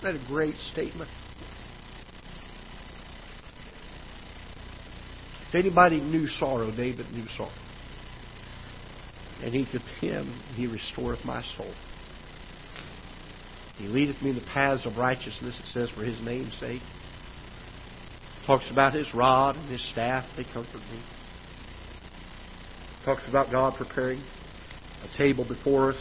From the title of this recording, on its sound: Ketha Heights Baptist Church ~ Live Broadcast